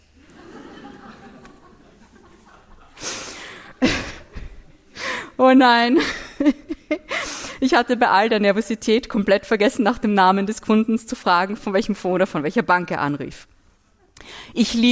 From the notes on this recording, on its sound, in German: zu Gast beim Podcast Festival der "Kleinen Zeitung" in Graz